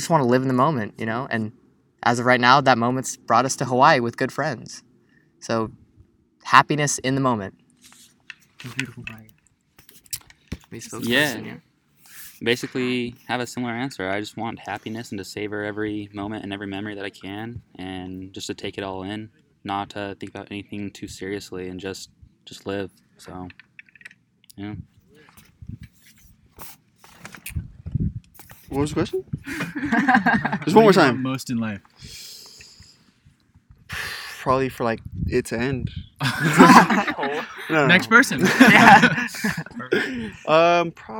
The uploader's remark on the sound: We recorded this episode with 8 special guests at the peak of a mountain in Hawaii.